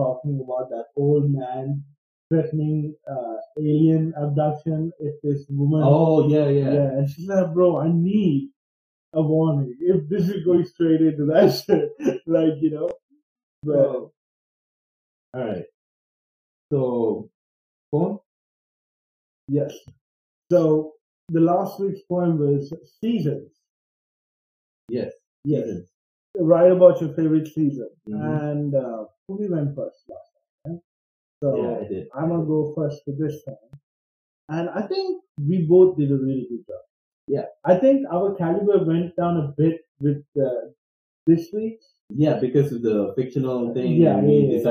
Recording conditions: poor sound quality